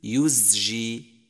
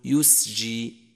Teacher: وأما الملاحظات على نطق حرف الزاي فهي: أولا يجب بيان جهره لتمييزه عن السين، مثل يزجي، فلا تقل يسجي، فإذا همست حرف الزاي صار سينا